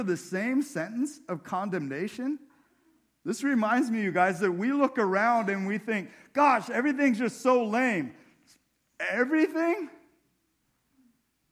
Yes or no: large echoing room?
yes